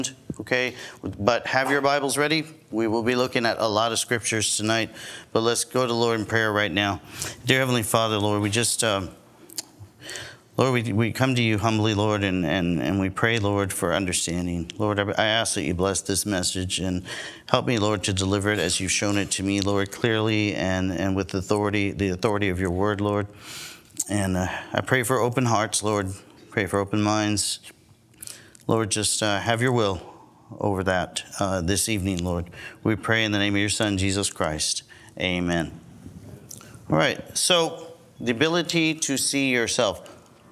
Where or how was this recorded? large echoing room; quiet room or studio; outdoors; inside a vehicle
large echoing room